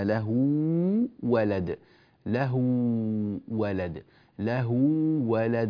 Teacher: إثبات الواو وتمكينها في قوله تعالى أن يكون له ولد، له ولد، له ولد، ولا نقول له ولد مثلا بالتشديد هكذا، فإن ذلك لا يصح.